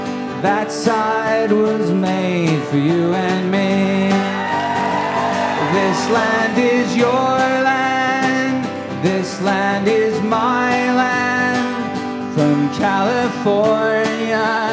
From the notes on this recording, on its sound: before an audience at The Aladdin Theater in Portland, Oregon